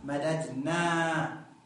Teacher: لاحظ والنسوة مددنا، لاحظ هنا كذلك فتحنا الدالين، دالين لم ندغم الدالين · Term: الفك